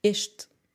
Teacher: Nós temos um s t -E. Neste caso, é necessário pronunciarmos o E, ok? Porque o E e o S fazem parte da sílaba tônica.